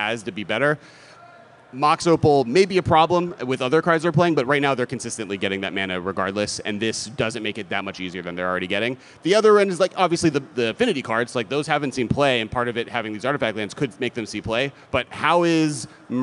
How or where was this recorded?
busy venue